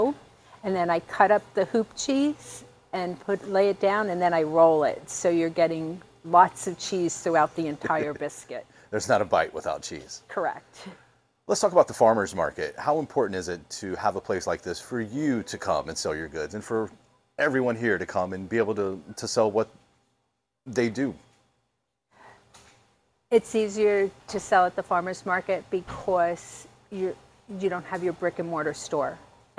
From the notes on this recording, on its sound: Leroy James Farmers’ Market in Greenville. Visits the Leroy James Farmers Market in Pitt County. He's chatting with the manager and two vendors about what makes the year-round market a destination in Eastern NC.